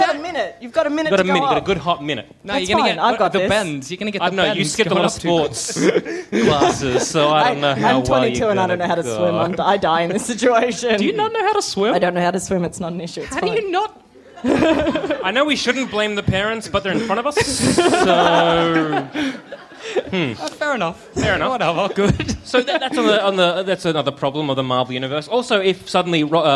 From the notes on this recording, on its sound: Our first ever live show recorded at the Eureka Hotel in Melbourne in 2015.